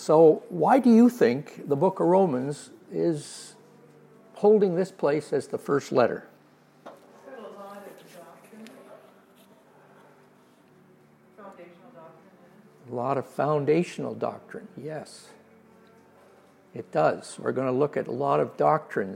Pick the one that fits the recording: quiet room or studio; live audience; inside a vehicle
live audience